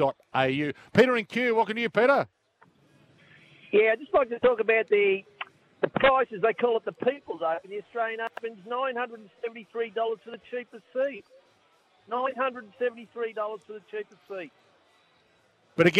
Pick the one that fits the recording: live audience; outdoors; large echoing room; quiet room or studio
outdoors